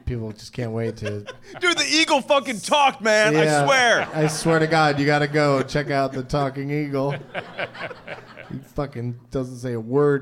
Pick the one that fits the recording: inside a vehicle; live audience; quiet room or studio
live audience